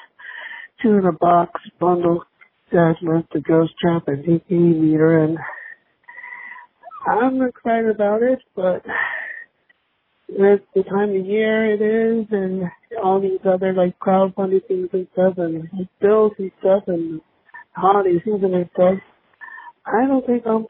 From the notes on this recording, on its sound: we’re opening up the phone lines to you